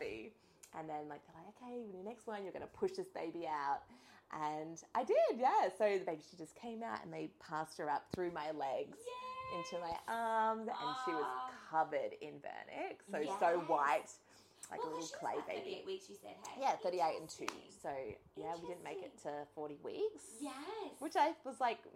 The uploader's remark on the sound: SORRY FOR THE CRAPPY NOISE! Tech difficulties.